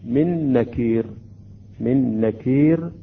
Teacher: بعد الإدغام تصبح عندنا نون مشددة